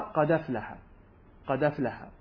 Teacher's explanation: بفتح الدال مع إسقاط الهمزة · Term: نقل